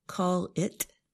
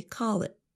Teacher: And our listeners should also notice that we don't really pronounce the letter T at the end of the phrase. Instead of saying call it, we say call it with a held T. · Shown in: second take